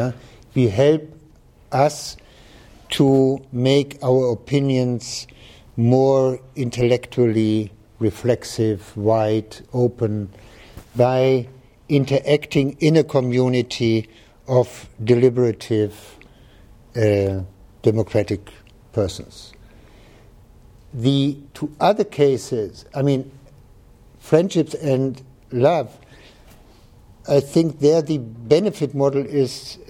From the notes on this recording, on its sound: This talk, the Dewey Lecture in Law and Philosophy, was recorded on November 12, 2014.